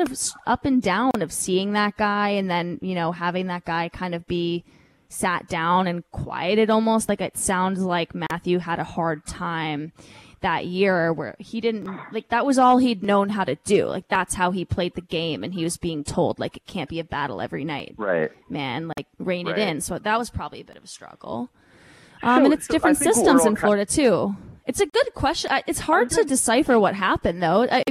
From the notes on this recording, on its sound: live from the NHL Combine